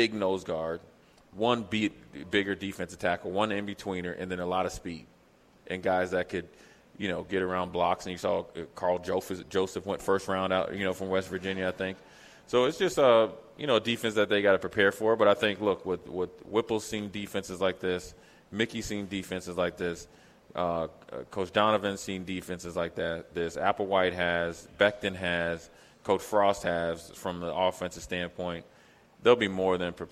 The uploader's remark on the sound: LIVE from Mary Ellen's